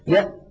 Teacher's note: مهما ضغط فإن مخرج الهمزة قد انقفل انقفالا تاما غير قابل، غير قابل.